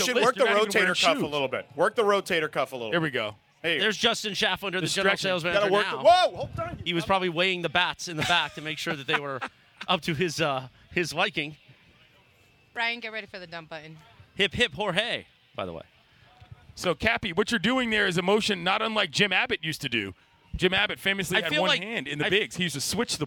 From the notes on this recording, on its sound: LIVE from the West Covina Sportsplex